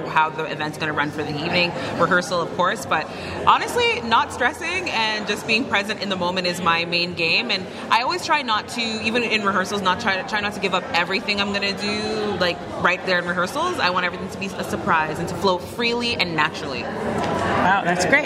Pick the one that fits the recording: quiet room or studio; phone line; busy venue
busy venue